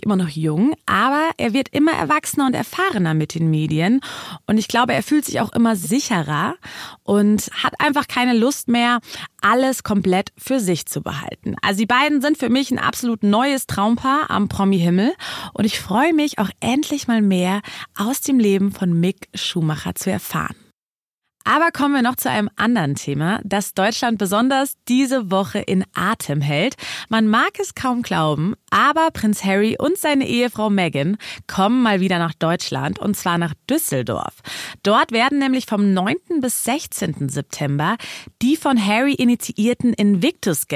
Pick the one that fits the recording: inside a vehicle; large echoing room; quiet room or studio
quiet room or studio